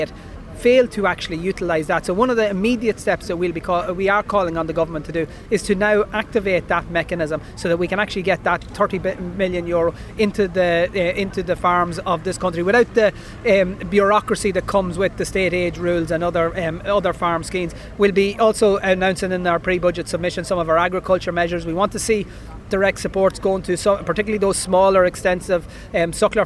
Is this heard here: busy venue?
yes